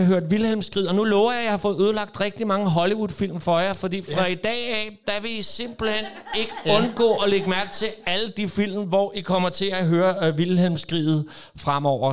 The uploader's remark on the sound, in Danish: fortæller den LIVE på sin hjemmebane i Helsingør, Toldkammeret